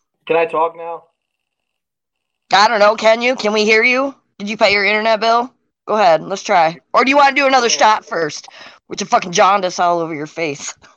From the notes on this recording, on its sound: People call in to tell their stories. As he is approached face to face with each caller.